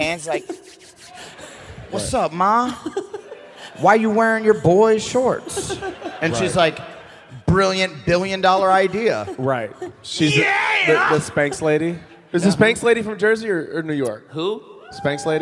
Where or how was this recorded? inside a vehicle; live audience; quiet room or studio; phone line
live audience